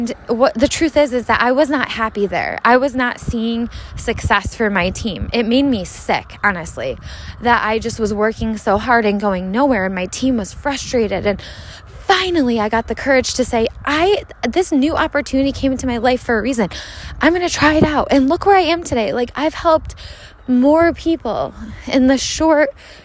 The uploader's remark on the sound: Let’s Walk. Take a walk with me, hear the sounds of nature.